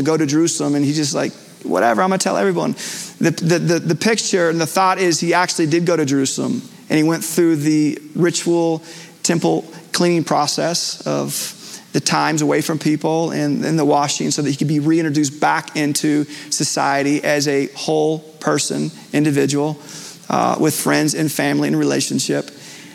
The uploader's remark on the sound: Recorded Live at Capital Church in Meridian, Idaho